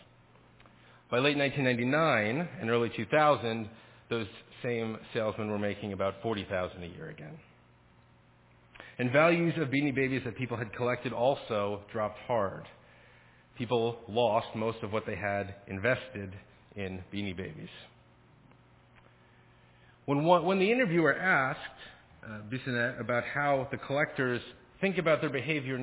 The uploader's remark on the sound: Faith Presbyterian Church – Evening Service